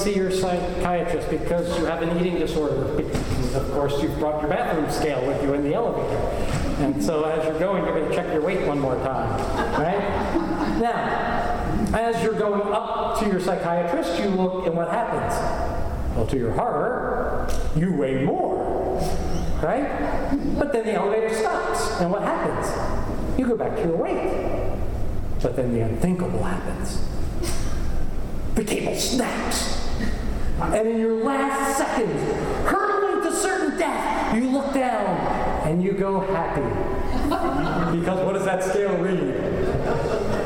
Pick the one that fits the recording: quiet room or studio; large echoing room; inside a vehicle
large echoing room